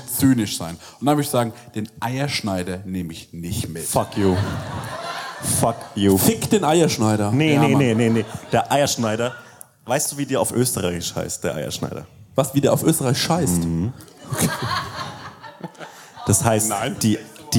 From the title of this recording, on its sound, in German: Live aus Berlin